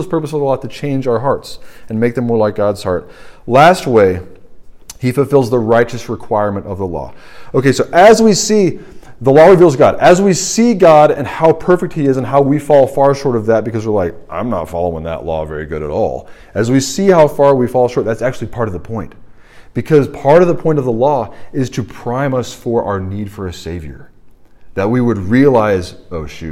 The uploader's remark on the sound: This sermon was preached at the RUF Large Group meeting at Washington & Lee University